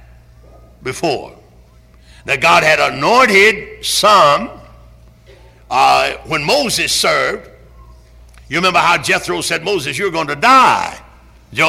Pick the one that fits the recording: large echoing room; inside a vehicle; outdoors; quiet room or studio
large echoing room